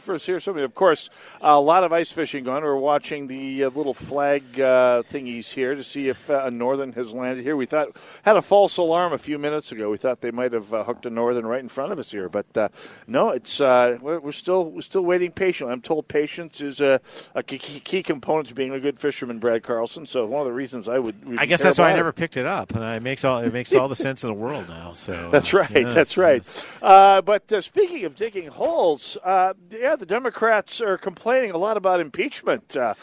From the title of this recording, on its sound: Live From Medicine Lake, Annual Holes For Heroes Broadcast